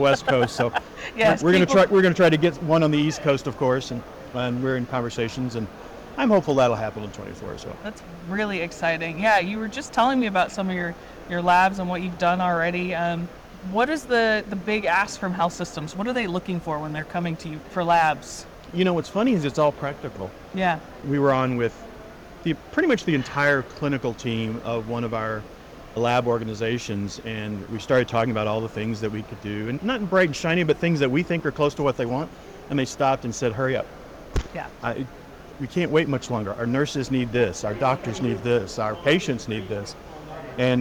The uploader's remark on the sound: live from the 2023 CHIME Fall Forum